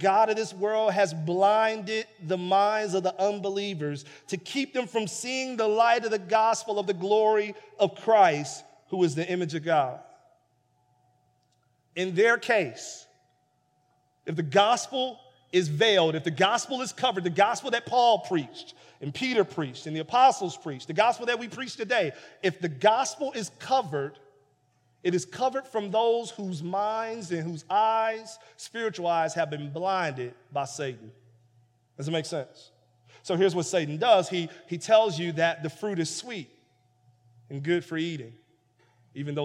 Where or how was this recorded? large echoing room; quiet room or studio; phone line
large echoing room